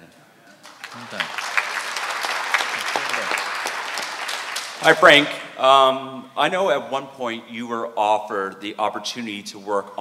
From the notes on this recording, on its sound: a very rare appearance at the Toronto FanExpo Q&A Panel